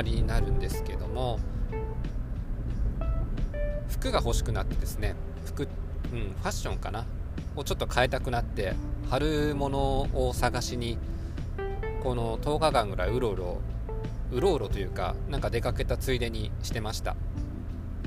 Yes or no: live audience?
no